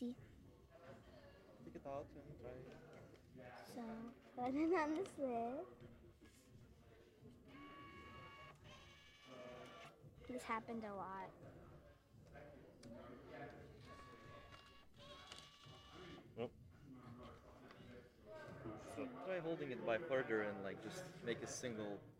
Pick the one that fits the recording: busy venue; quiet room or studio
busy venue